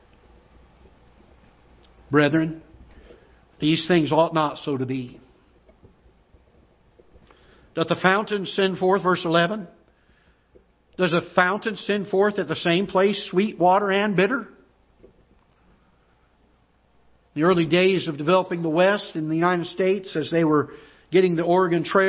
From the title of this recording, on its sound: Ketha Heights Baptist Church ~ Live Broadcast